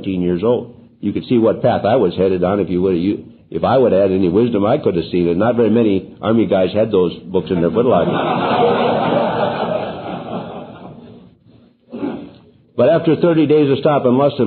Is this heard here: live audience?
yes